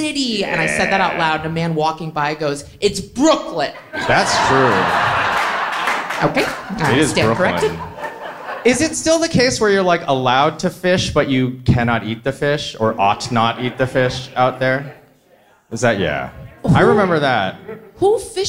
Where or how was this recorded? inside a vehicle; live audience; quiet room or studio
live audience